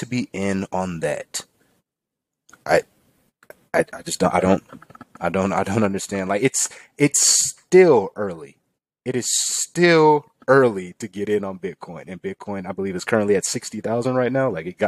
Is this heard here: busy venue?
no